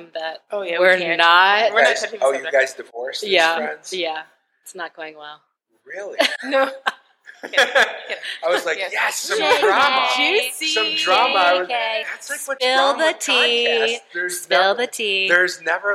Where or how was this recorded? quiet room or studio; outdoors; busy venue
busy venue